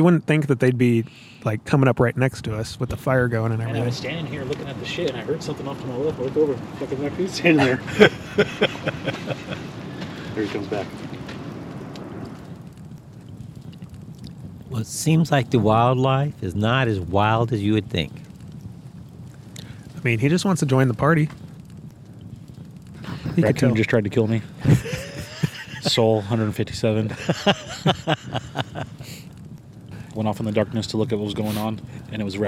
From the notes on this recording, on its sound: Bullards Beach Campout. We were able to fit in a first attempt at a mini podcast recording during our recent campout at Bullards Beach State Park in Bandon, Oregon. Bandon Bicycle Works (a former bike shop in the area) organized a "backyard bike camping" overnighter.